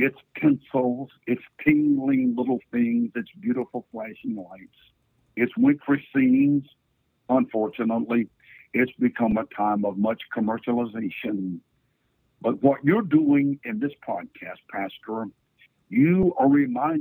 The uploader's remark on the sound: This week we bring you gifts, in the form of phone calls to some familiar Kingdom Speak guests.